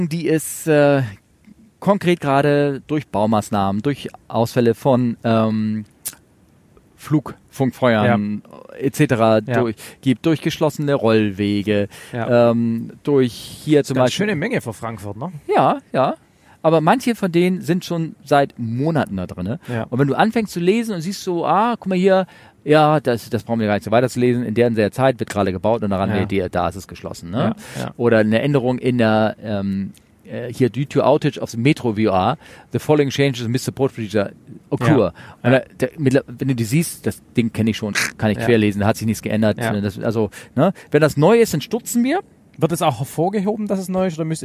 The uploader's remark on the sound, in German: Dieser zweite Teil enthält Interviews die wir in Hongkong aufgezeichnet haben, sowie den Rückflug und dessen Vorbereitung.